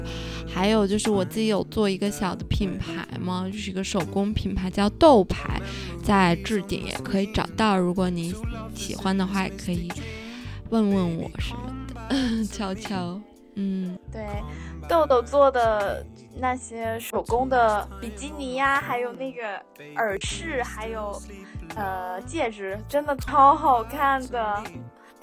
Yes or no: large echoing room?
no